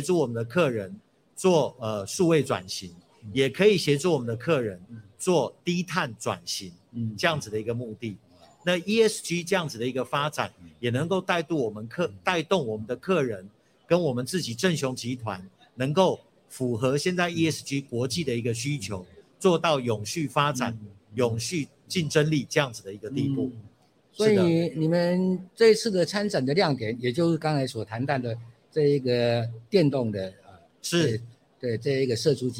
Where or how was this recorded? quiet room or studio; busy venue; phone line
busy venue